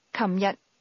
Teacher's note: Yesterday is pronounced with a mid-level tone, followed by a low-level tone.